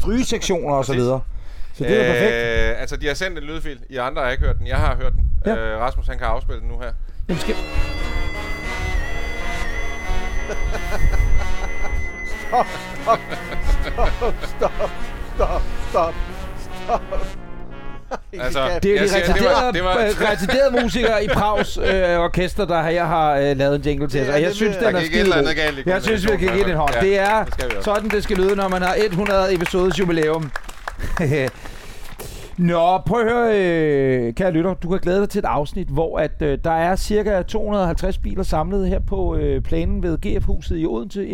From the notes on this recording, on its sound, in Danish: I dette Live-afsnit af Bilklubben Podcast har vi en sand folkefest, når vi inviterer alle vores lyttere til fest hos vores venner og samarbejdspartnere GF Forsikring i Odense. Her afholder vi Cars & Brunsviger med hundredevis, ja endde tusindevis af vores fantastiske lyttere.